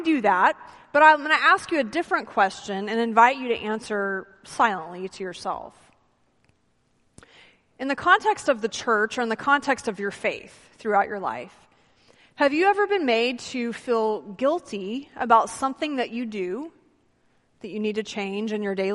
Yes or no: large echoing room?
yes